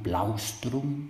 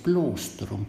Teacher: Non enim semel syllaba diphthonga au immutari amat in vocalem o longam.